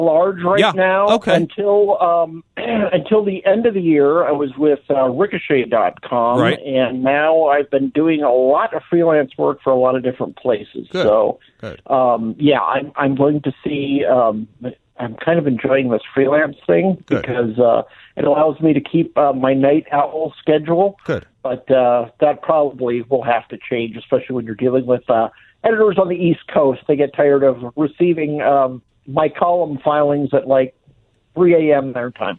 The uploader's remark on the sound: joins by phone